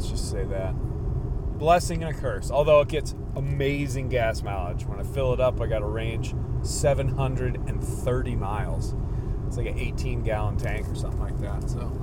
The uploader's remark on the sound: Solo Show on the Road. The first part of this podcast takes place on Cape Cod and the rest is recorded while driving my way back across this beautiful country. The audio is affected by the car sounds.